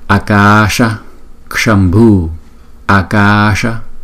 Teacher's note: Hai chữ A có dấu gạch ngang chúng ta đọc kéo dài hai nhịp. Còn chữ A sau chúng ta đọc một nhịp. Chữ S có dấu sắc này chúng ta là sh, sh, sh.